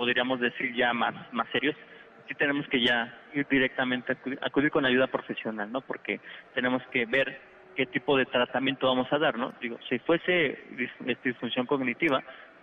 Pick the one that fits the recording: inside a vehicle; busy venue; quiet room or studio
busy venue